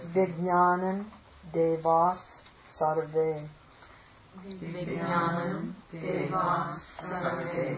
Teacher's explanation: So there's another where the anuswara takes the dental nasal.